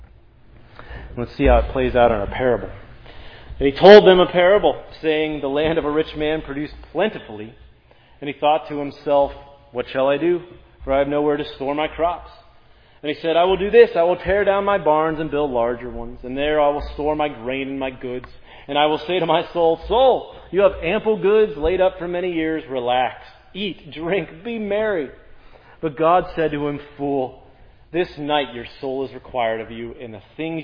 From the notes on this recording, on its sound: This sermon on Luke 12:13-21 was preached at Providence Church.